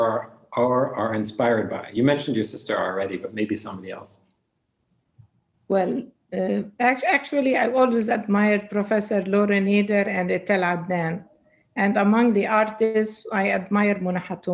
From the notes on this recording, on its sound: Our long-form interview series, hosted on Zoom. There is a moderated town-hall style Q&A with questions coming from the live virtual audience on Zoom.